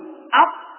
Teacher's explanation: تجد أن الطاء تخرج من طرف اللسان مع أصول الثنايا العليا. قد عرفنا قبلا ما هي أصول الثنايا العليا وما هي أطراف الثنايا العليا، فهذه الطاء تخرج من طرف اللسان مع ما يحاذيه من أصول الثنايا العليا.